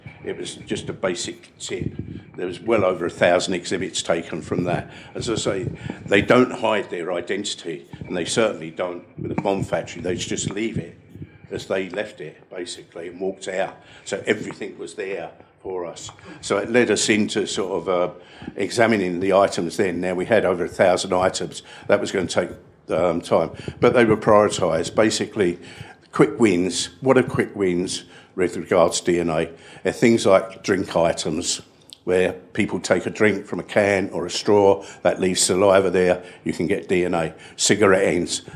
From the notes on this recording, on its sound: In this gripping episode recorded live at CrimeCon UK in London.